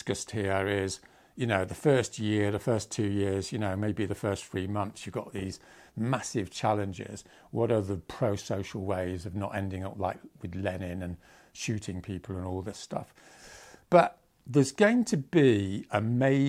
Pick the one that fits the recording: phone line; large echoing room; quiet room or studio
quiet room or studio